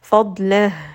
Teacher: Closer down to the chest, make sure that you do give it a little bit of hems so that this ha does not become dropped